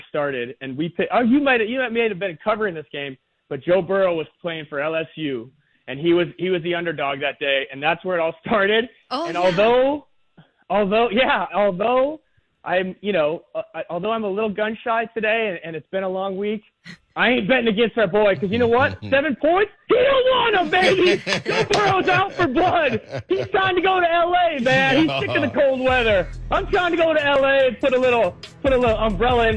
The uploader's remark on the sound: Rapid fire phone calls.